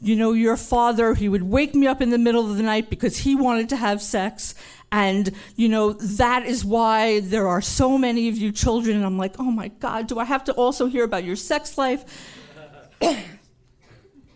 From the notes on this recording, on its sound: featuring the stories from our June 2018 show at Caveat in New York City, as part of the Underground Science Festival